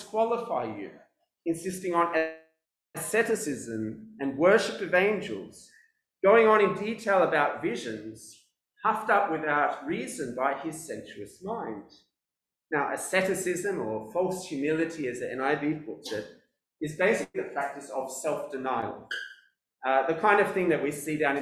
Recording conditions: large echoing room